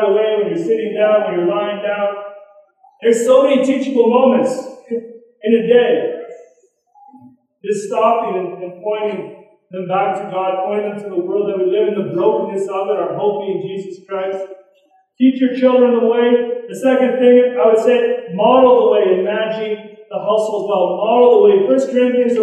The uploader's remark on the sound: Poor recording.